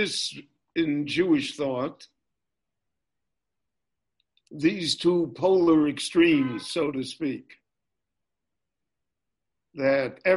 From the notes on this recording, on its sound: recorded LIVE via Zoom in Jerusalem